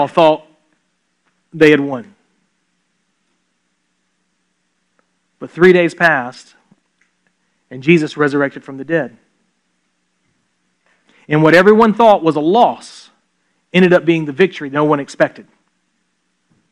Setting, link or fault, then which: setting, large echoing room